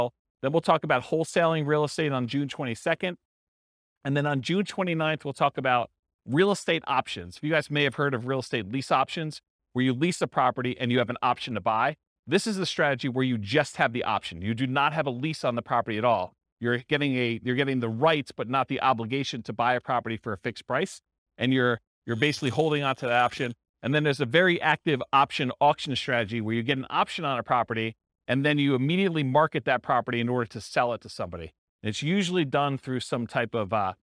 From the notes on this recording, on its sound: This was a live class recorded